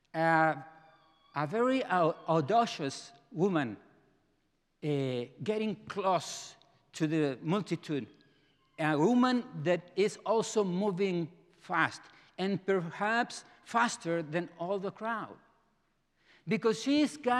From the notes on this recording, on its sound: presented by Asbury Seminary Kentucky Chapel, recorded on Thursday, October 12, 2023 at Asbury Theological Seminary's Kentucky campus